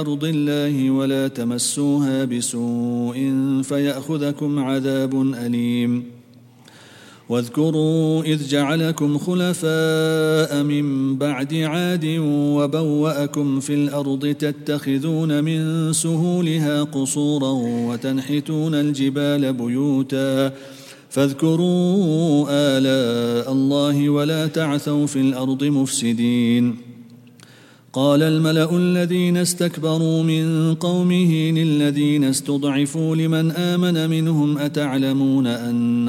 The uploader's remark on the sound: At the Houghton Masjid (West Street).